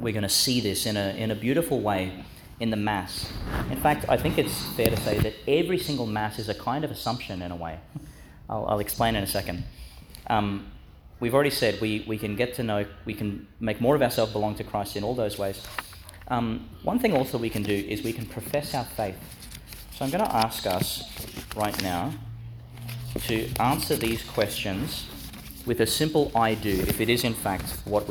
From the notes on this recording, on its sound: delivered in St John's Catholic Primary School, Gladstone